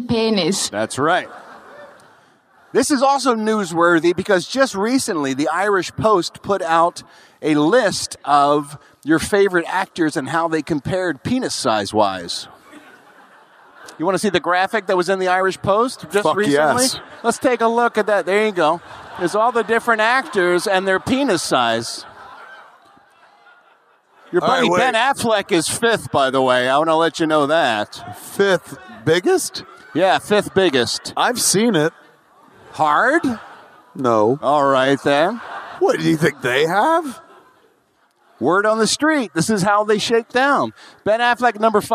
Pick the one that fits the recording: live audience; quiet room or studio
live audience